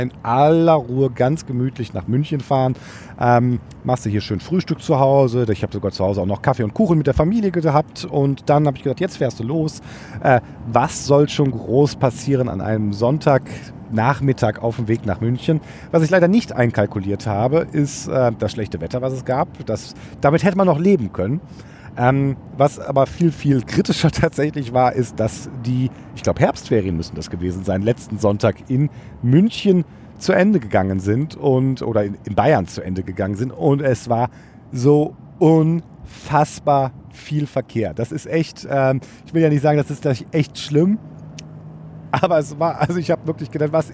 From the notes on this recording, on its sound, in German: Bevor ich die Folge im Auto aufgenommen habe.